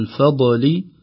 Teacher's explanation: بدون قلقلة الضاد